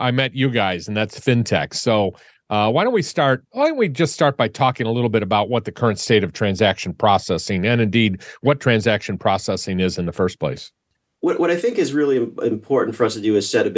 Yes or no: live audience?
no